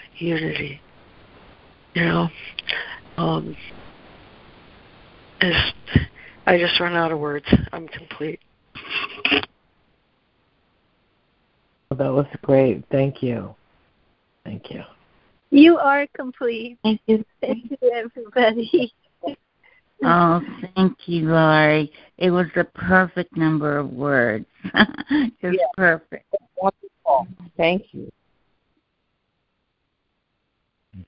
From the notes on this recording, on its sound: ACIM Daily Conference Call